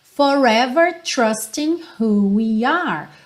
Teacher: O G do ING não soa ali, do trusting, certo? A gente termina nesse som de N.